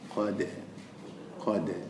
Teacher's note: حروف دال ada qalqalah huruf dad tak ada qalqalah so bila kita sebut dal kita baca dal macam ini qad